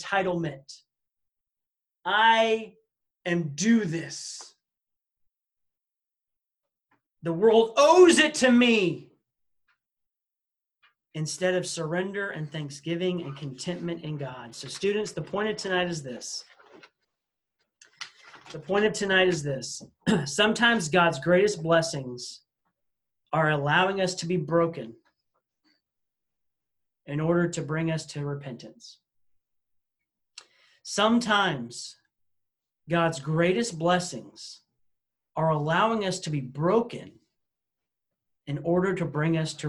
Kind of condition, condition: link, video call